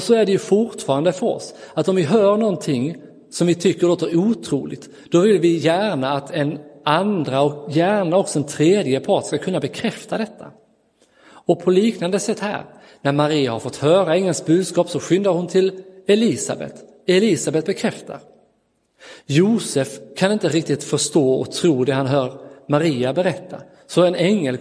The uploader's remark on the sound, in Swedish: Inspelad i Roseniuskyrkan den 25 december 2022.